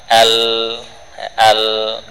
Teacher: Huruf dari tepi lidah depan dengan gusi